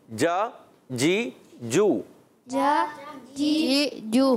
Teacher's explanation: अब इस चीज का ख्याल रखना है कि जीम की अदायगी में चे ना हो, आप जब पढ़े जीम क्लियर होना चाहिए, जा जी जू, जा जी जू।